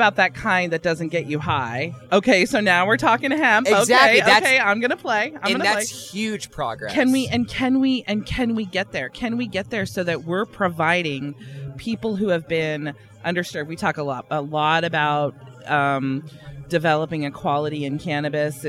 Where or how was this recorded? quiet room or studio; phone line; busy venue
busy venue